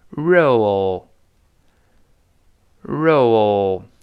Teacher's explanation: 把它舌尖勾回来，r，，roll，后面还有 L 的声音